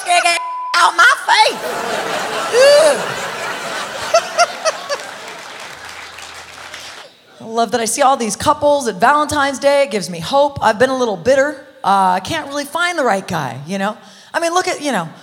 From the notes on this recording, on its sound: Live at the SouthPoint Casino.